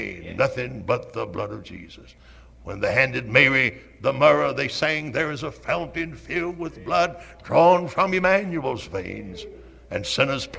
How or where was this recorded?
large echoing room